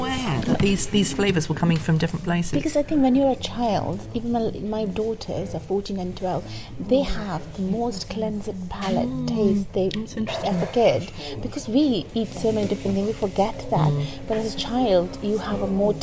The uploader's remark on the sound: in a very noisy pub